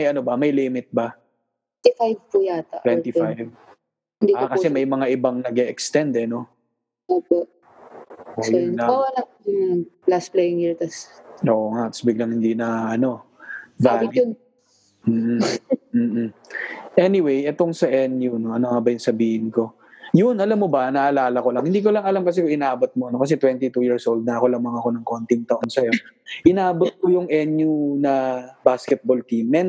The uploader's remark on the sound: via Zoom